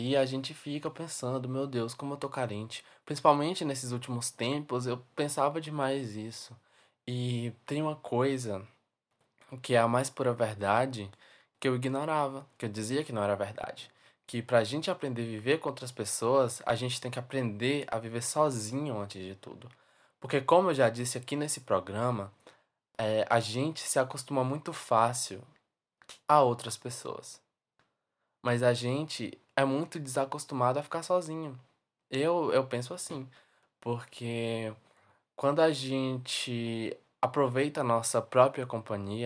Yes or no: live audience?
no